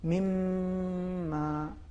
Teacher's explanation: اس طریقے سے مما اصل میں من پھر ما ہے بے شک لیکن نون کا چونکہ ادغام میم میں ہو رہا ہے جی اور پھر وہی میم مشدد ہے